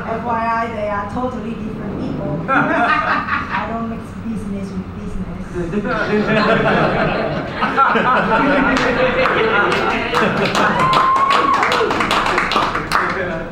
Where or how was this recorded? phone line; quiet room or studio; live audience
live audience